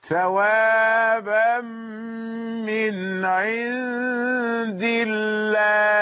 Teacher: الدال مكسورة جاءت قبل لفظ الجلالة فلام لفظ الجلالة ترقق مرققة.